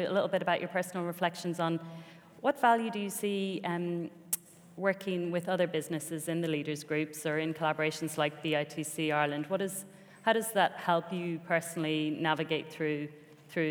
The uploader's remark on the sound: Today’s episode goes back to our 12th Annual CEO Breakfast Forum. At Bank of Ireland.